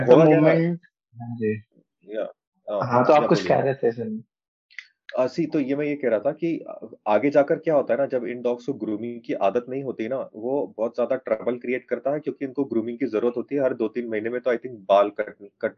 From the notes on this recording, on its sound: Our expert team recently held a Zoom call